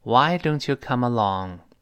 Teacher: 注意，这是特殊疑问句，最后降调